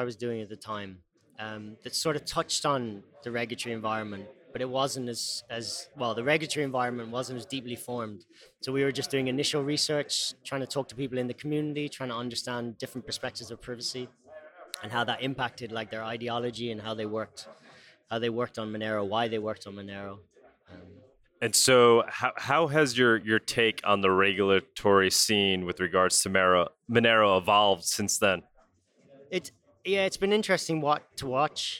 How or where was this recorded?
busy venue